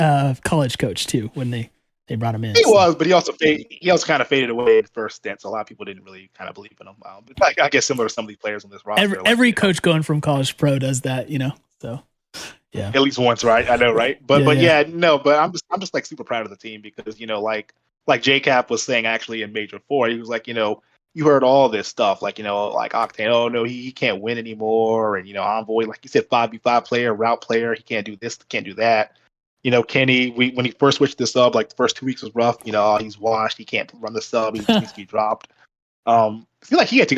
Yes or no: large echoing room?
no